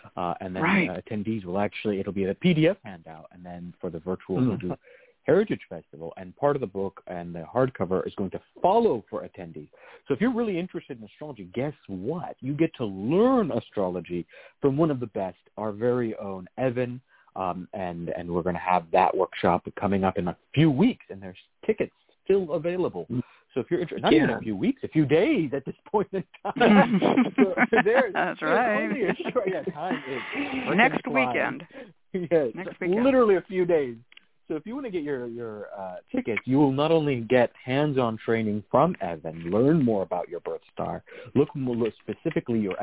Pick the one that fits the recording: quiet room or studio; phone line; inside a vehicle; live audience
phone line